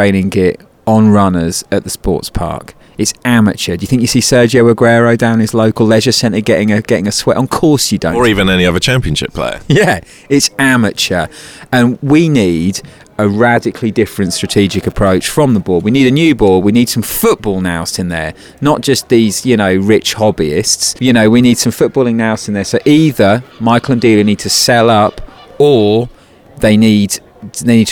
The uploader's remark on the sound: Live from the Blackburn game.